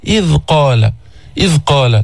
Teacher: إذ قال، إذ قال، سكن الذال، الذال من الحروف اللسوية، تخرج من طرف اللسان مع أطراف الثنايا العليا، الأسنان المتقدمة في أول الفم، اثنين من فوق واثنين من تحت، الذال في شغل الاثنين اللي من فوق، طرف اللسان يلامس أطراف الثنايا العليا ملامسة خفيفة